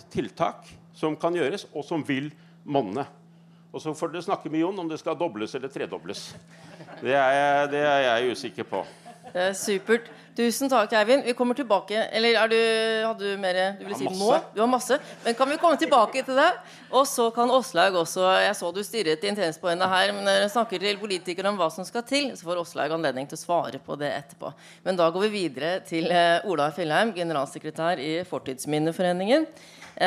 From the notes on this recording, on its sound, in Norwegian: Kulturvernpodden - Live fra Arendalsuka 2022